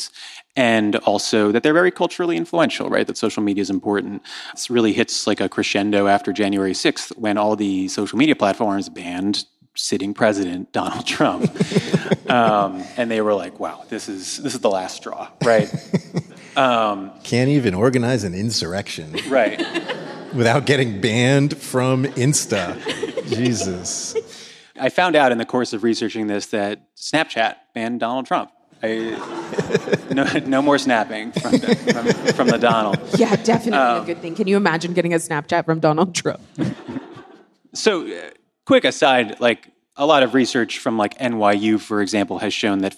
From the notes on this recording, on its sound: Live from the People's Parity convening in Washington, DC